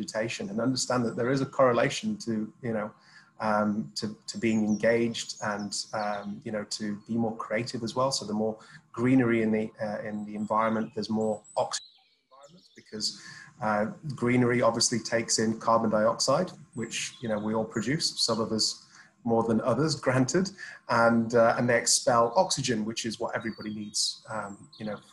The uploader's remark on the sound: Filmed over Zoom between the UK and Dubai.